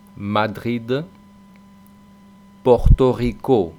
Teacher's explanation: la R francesa, esa que rasca en la garganta